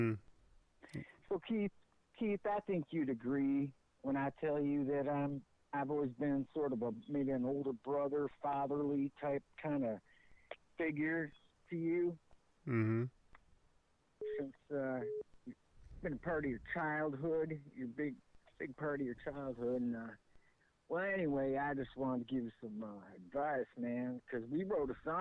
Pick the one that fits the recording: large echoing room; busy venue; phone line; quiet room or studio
phone line